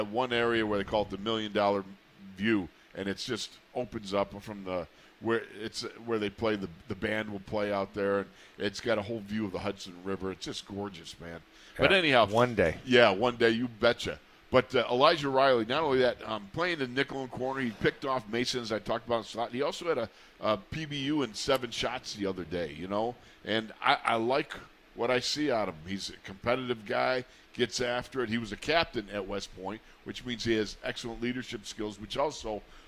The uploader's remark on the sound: In the Locker Room Live from Steelers Camp Day 5